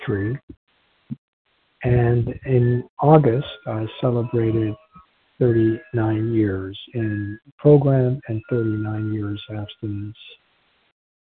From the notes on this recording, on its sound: from the 100 Pounders Phone Meeting, 9/28/23